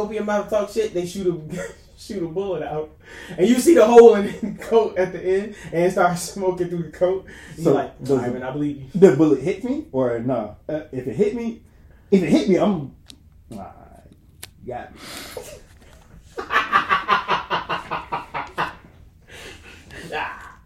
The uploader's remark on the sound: THIS IS OUR IMPROMTU EPISODE, MICS WEREN'T SET UP, CAMERA WAS NOT ROLLING